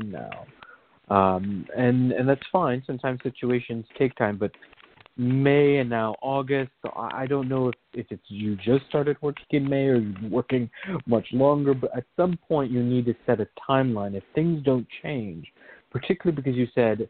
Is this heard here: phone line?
yes